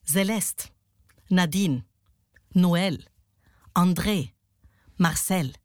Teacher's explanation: Alles Namen, die jambisch gesprochen werden.